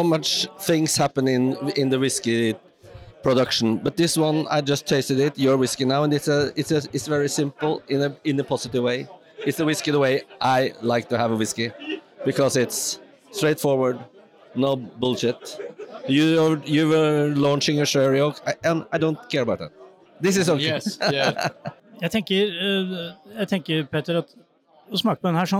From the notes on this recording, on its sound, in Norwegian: Oslo Whiskyfestival 2023. Det blir høylydt og torvrøyk på flere språk når de to kaster seg ut i tre etasjer med whiskyboder.